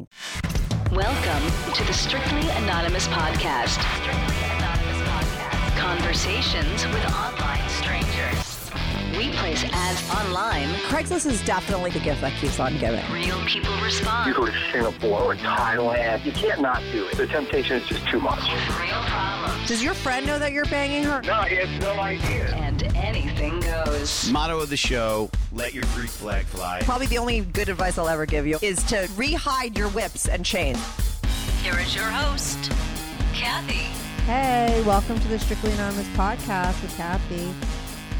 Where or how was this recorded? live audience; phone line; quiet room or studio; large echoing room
phone line